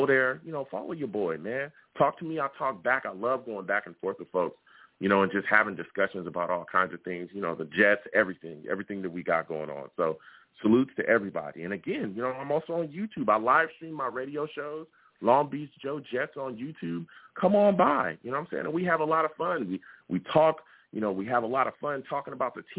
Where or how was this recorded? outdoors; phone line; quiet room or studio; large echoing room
phone line